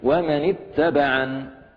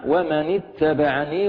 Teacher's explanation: عند الوقف عليها سأقف عليها بنون ساكنة بدون ياء زائدة · Shown in: first take